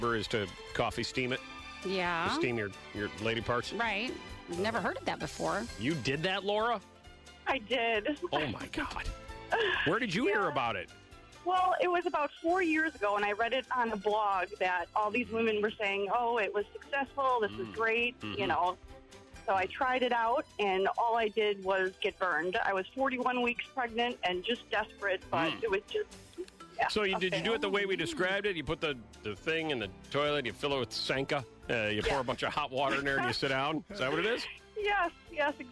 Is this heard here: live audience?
no